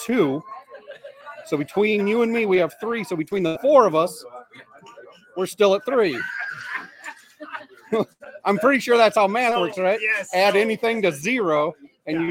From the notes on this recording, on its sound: LIVE FROM RUDY'S!